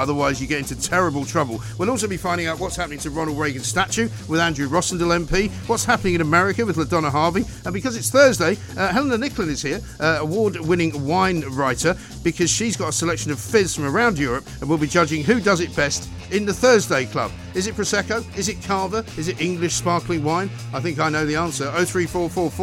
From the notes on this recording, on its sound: Live from Canary Wharf where Extinction Rebellion have smashed windows at HSBC Headquarters.